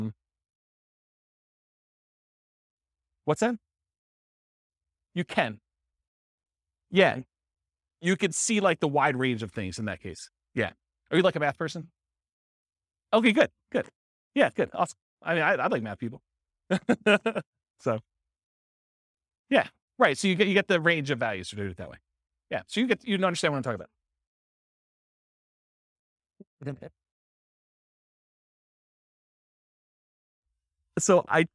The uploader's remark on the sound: This was a live class recorded